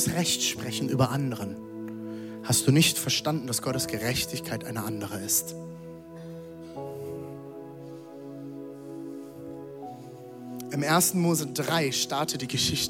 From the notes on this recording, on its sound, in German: Audiomitschnitt der Predigt